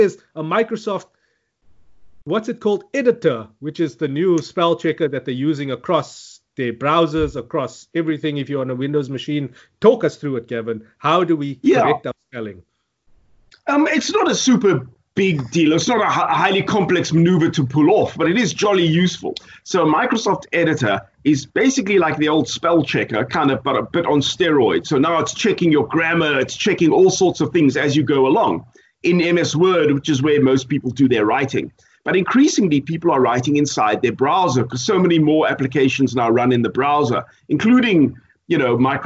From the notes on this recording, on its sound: Recorded via Skype.